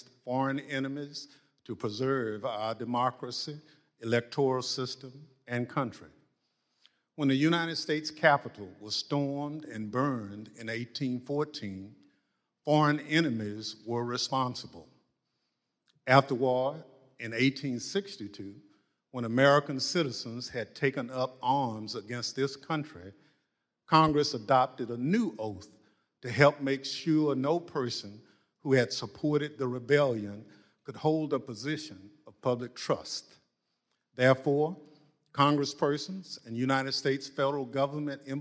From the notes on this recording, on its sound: This episode features audio of the first of a series of public hearings. Held by the House select committee to investigate the Jan.